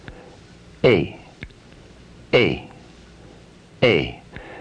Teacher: the complex sound, A, is dynamic. It moves from a position behind up to position two, where I is located.